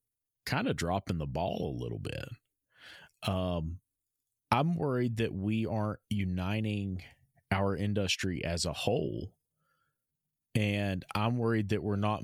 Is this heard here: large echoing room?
no